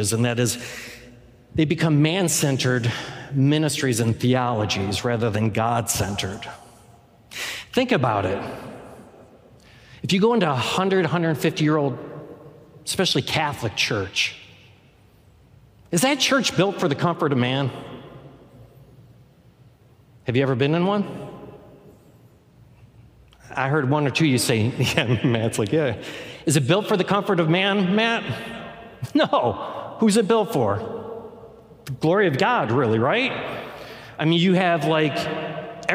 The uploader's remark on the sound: Any music performed live is performed under all appropriate licenses from CCLI. The core message from our live service.